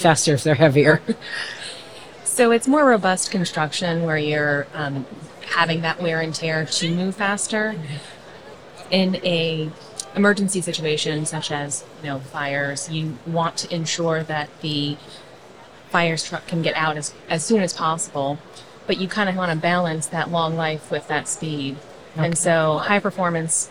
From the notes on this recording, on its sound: LIVE from A'23 with Clopay. A conversation from our live podcasting event at the 2023 AIA Conference on Architecture in San Francisco, California.